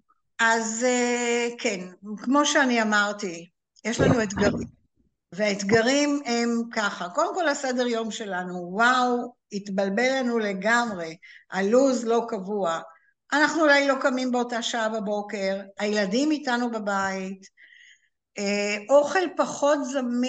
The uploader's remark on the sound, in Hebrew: הקלטה של הרצאת זום